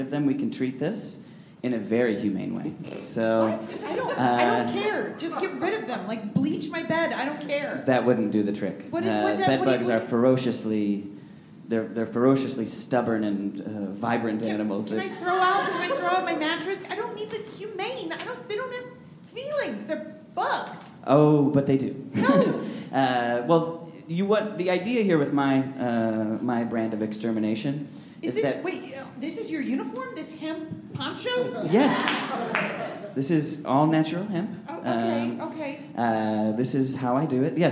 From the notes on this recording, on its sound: Recorded Live at UCB Sunset. With a live show at the UCB Sunset Theater in Los Angeles!